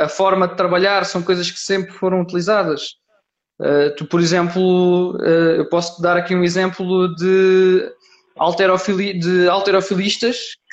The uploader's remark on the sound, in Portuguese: Gravado através do LIVE do Instagram.